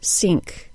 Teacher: This means that then is pronounced zen and think is pronounced sink.